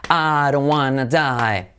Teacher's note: La D como una R suave